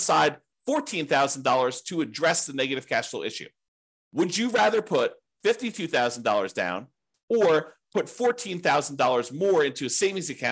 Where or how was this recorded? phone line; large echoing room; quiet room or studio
quiet room or studio